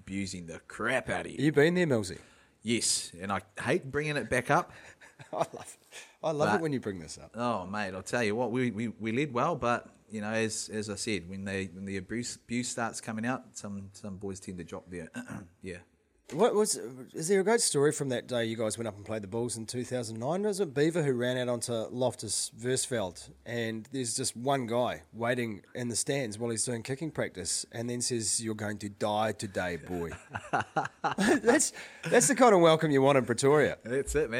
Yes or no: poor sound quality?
no